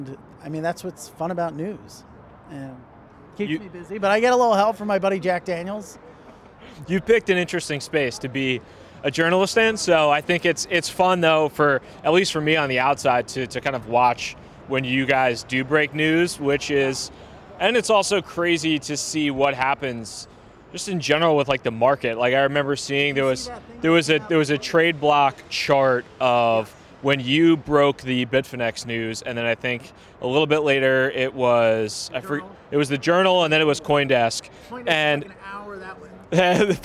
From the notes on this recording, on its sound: Behind the Scenes at Fluidity 2019. New York City's famed "Blockchain Week" kicked off with Fluidity Summit 2019. I had a chance to interview some of the builders, experts, investors and regulators at the conference.